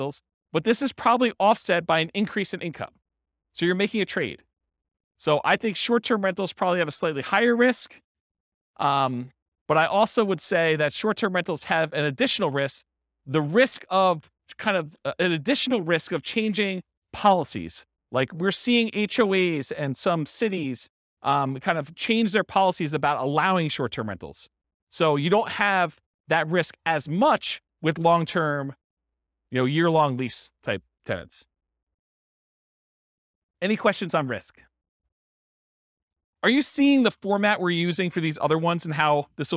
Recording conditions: live audience